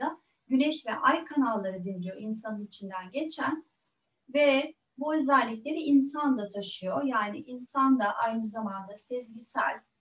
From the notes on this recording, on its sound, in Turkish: Bu kayıt online zoom atölyelerimden bir kesit içeriyor.